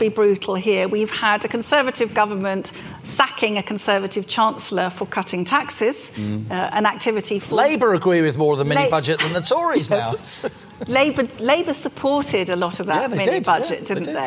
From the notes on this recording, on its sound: Our second Planet Normal live event is broadcast from the IET in London. Take questions from the live audience.